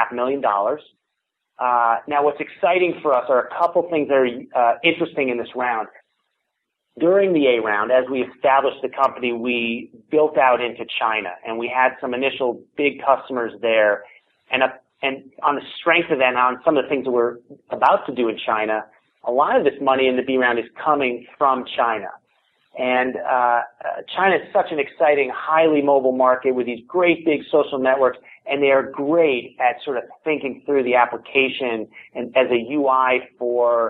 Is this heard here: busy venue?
no